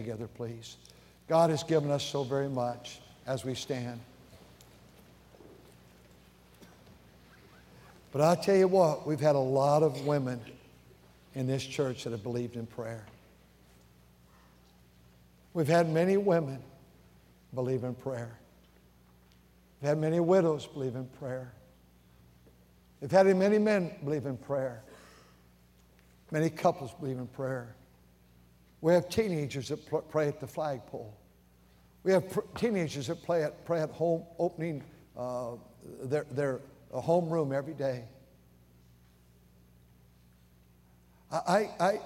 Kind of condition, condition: setting, large echoing room